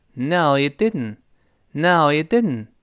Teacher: 最后那个 t，读坏了，听不到了啊